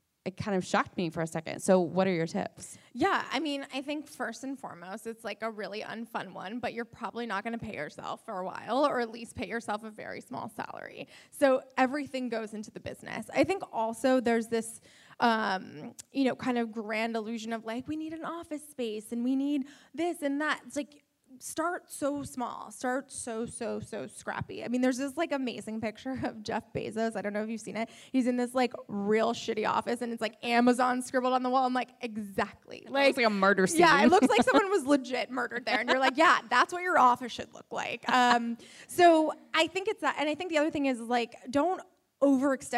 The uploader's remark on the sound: Live from the The Fearless Conference. Live from the The Fearless Conference.